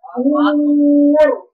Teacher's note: لازم أفخم الراء. عندك طاء مفخمة وراء مفخمة وبينهم واو رقيقة